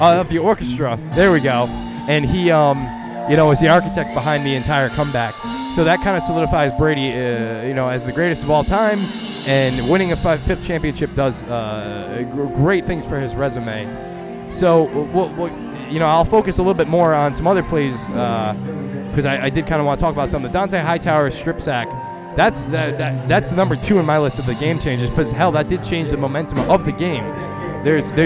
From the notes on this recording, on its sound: Country Fest Newport LIVE Broadcast. LIVE from Newport's FIRST EVER Country Fest!!!